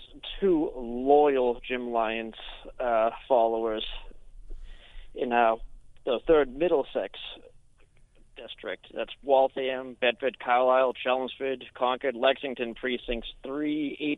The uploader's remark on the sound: The phone lines flood with candidates